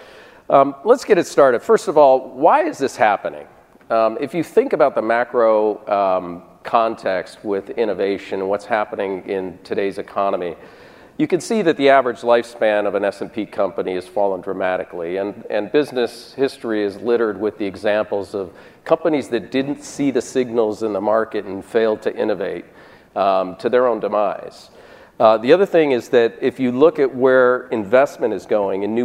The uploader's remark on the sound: This session was presented at the 8th annual DPharm conference in September 2018.